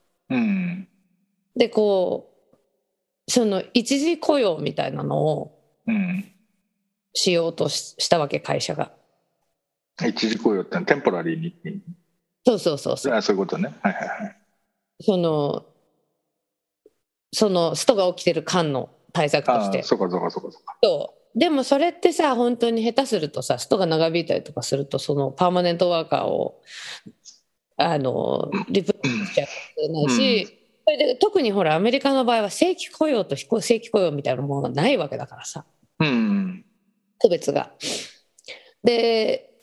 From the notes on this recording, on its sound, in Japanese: 本音声はビデオ会議サービス「Zoom」を使用し収録しています。一部聞き取りづらい箇所があります。